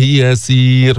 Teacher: رققنا الراء هنا؟ لأنه سكنت وقبلها ياء ساكنة · Term: ترقق الراء